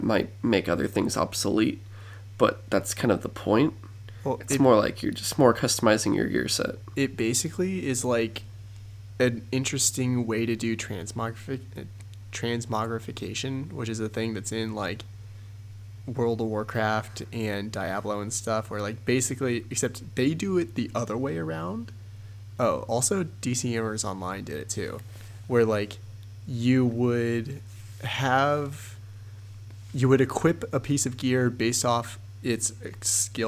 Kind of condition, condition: fault, hum or buzz